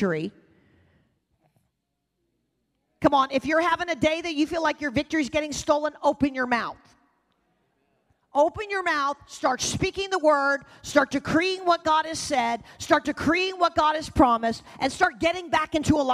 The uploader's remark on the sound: Recorded live at The Hub on 9/18/20. The Oasis Church, Middletown Ohio.